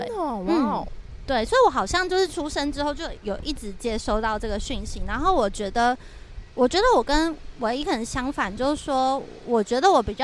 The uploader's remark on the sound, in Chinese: 本集在有風的天臺錄製，會有飛機起降的聲音哦